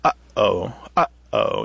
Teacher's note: We kind of restrict the airflow in the back of our throat. Uh-oh. You can kind of hear that there's something unusual happening there with that first sound. · Term: glottal stop